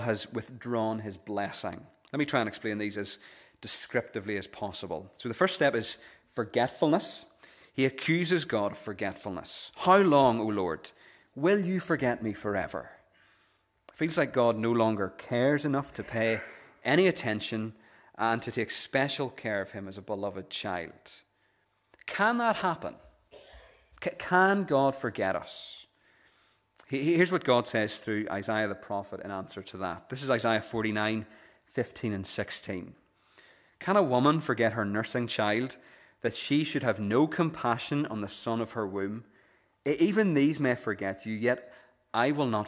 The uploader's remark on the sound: The recording of the Bible reading and sermon from our evening service on Sunday 17th September 2023. This is the recording of the Bible reading and sermon from our evening service.